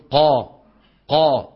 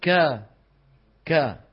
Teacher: انظروا إلى هذه اللوحة، انظر لما نقول قا قا، انظر كيف أن الصوت شو يتصعد إلى قبة الحنك، بخلاف كا كا